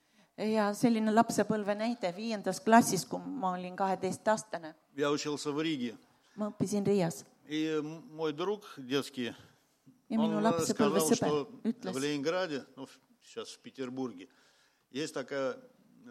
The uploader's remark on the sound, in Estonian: Audio salvestus koosolekult